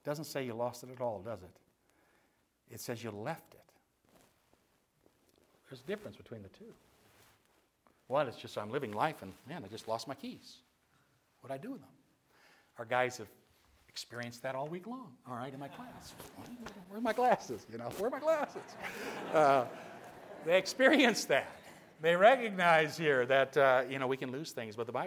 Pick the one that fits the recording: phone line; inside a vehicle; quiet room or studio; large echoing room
large echoing room